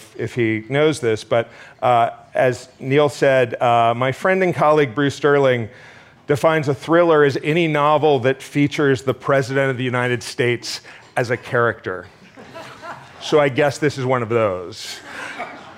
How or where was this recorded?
busy venue